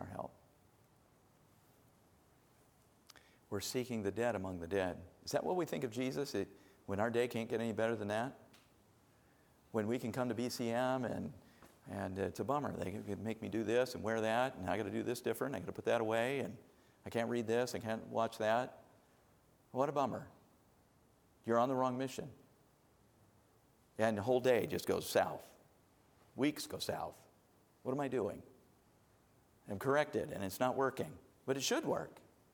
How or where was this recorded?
large echoing room